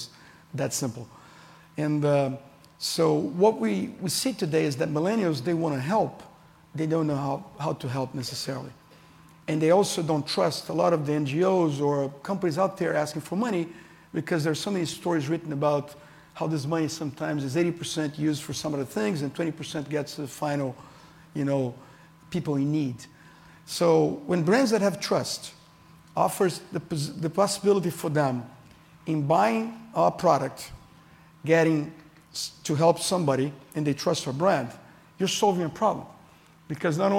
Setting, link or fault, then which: setting, live audience